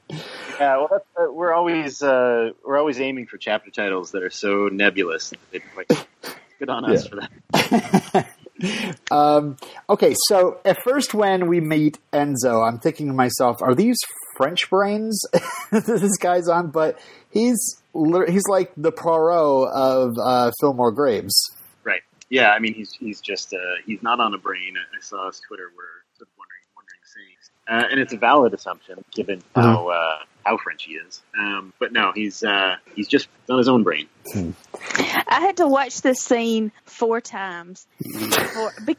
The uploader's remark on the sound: We had some more audio issues with the live show